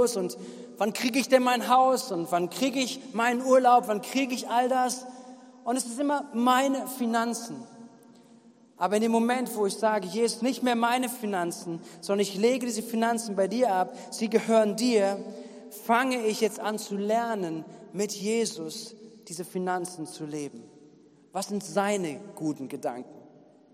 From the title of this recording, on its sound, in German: Gottesdienst am 18.07.2021